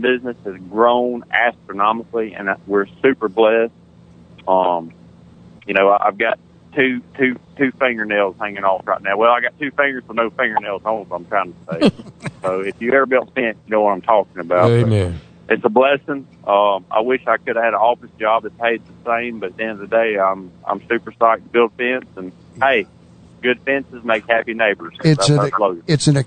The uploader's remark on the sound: by phone